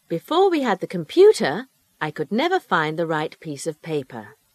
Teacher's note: The voice rises in the first part of the sentence and falls in the last part. · Term: intonation